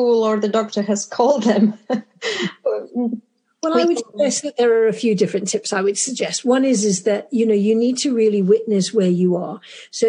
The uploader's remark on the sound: I reconnect through zoom